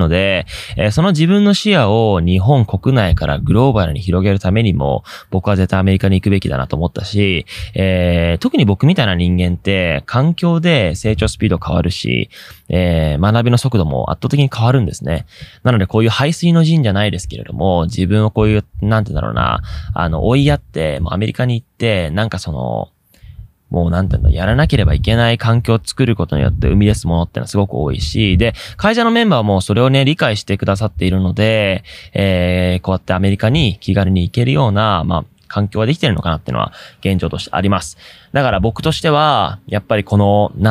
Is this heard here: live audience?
no